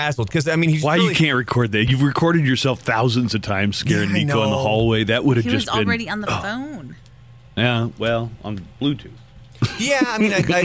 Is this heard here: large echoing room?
no